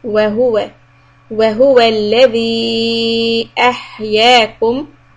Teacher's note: Every time we have this combination of the word وَهُوَ، make sure you don't emphasize the wow, but rather the who.